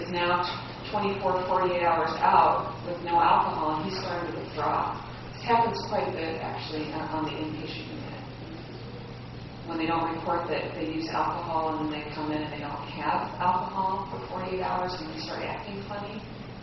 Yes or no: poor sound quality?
yes